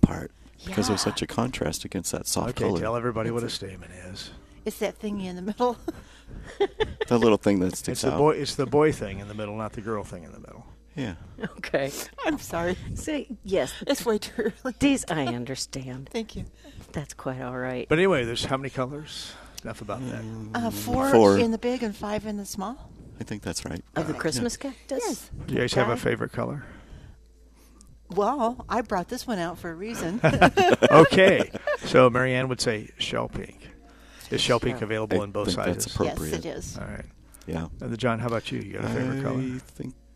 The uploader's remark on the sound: Plant Experts Live at Prairie Gardens.